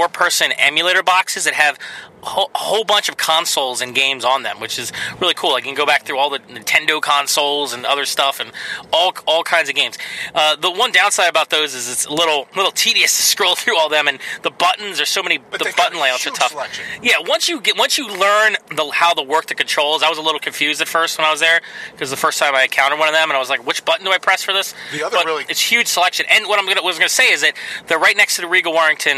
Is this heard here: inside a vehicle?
yes